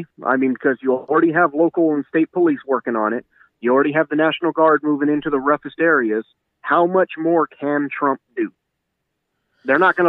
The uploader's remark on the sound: we take a call from a fan